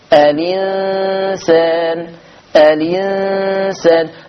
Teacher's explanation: هشيل الهمزة واخد الكسرة احطها على اللام تبقى الي، الإنسان الإنسان، بس الكلمة دي مش في صفحة النهاردة، · Term: نقل